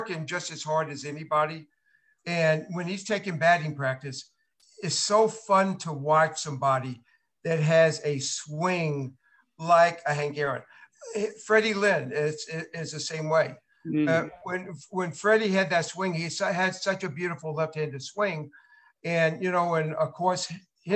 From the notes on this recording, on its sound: LIVE ZOOM CONVERSATION.